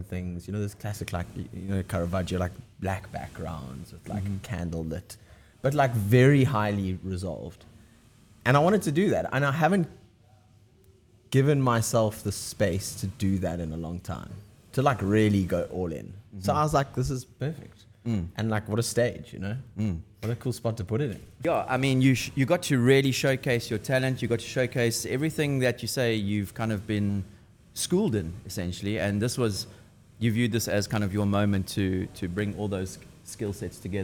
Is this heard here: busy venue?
yes